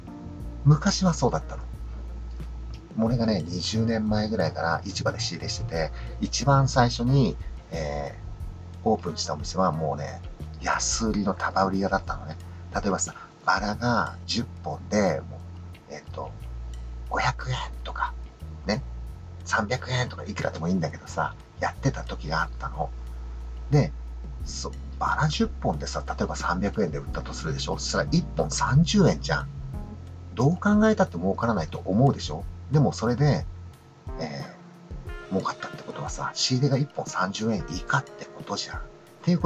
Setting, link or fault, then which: setting, inside a vehicle